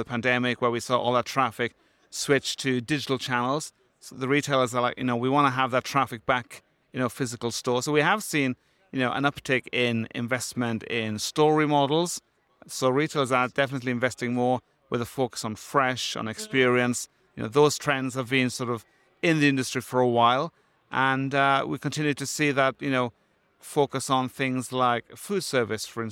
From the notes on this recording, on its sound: Live from Groceryshop 2023. This episode of the RETHINK Retail Podcast was recorded live at Groceryshop.